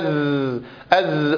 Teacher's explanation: وأما صفاتها فهي مجهورة رخوة مستفلة منفتحة، وفيها صفير، فيها جريان، فيها انحباس للنفس، أز، فيصحبها زمير في حالة خروجها، ويجري الصوت فيها فهي رخوة، ولا يرتفع فيها أقصى اللسان إلى الحناك الأعلى، فهي مستفلة يعني مرققة ومنفتحة، ليس فيها انطباق لللسان على الحناك الأعلى، وفيها صفير. · Term: الزاي